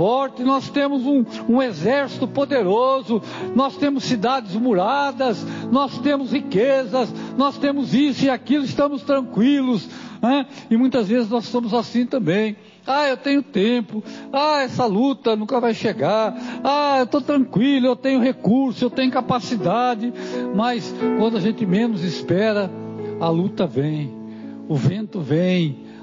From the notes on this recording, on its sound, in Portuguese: Mensagem gravada em 22/09/2023 - Culto de Cura e Libertação